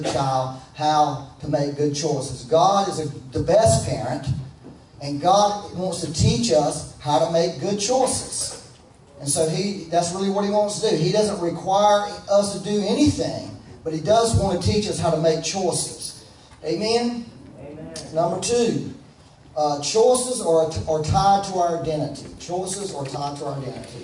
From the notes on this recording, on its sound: Once again, we had technical difficulties. As a result the sound quality is not so good.